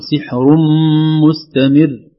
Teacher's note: مجرد ما انتقل من الراء إلى الميم مباشرة لكن في غنة في الخشوم بس